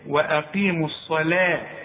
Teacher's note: واقيم، شوف وا، واقيموا الصلاه، اوعى تقول الصلاه، الصلاه، الصاد مفخمه، اللام دائما انا قلت لك مرققه